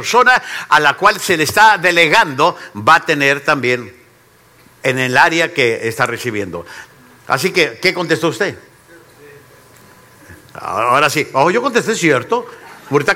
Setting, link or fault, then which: setting, live audience